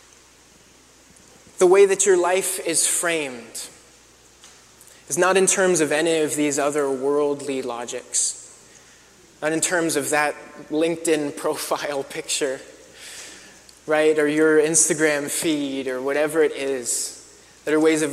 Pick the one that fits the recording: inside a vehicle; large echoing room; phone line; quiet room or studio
large echoing room